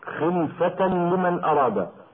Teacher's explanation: خلفة لمن أراد، تنوين وبعده لام، وأدغم التنوين في اللام من غير غنة